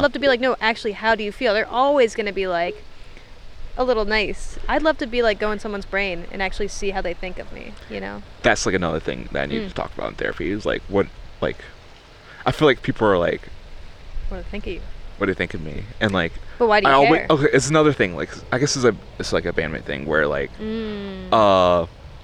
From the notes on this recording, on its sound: All while being in the great outdoors (right by a man-made lake in between some office buildings lol).